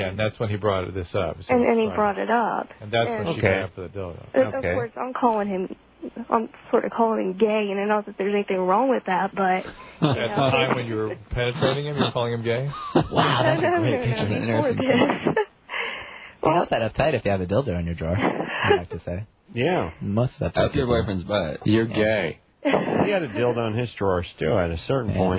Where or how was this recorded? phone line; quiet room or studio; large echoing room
phone line